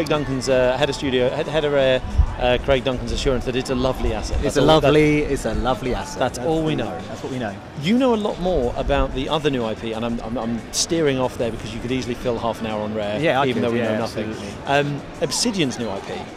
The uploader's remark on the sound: Live from X019. Microsoft's event in London this week. Recorded on the show floor itself, this discussion actually took place a few hours ahead of the reveals.